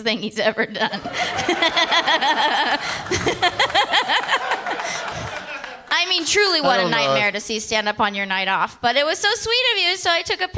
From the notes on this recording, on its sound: Live from Largo at the Coronet in Los Angeles